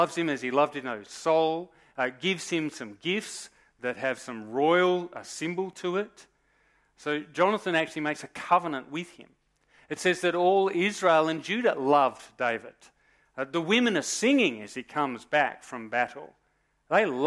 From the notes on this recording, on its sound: Recorded live at Morley Baptist Church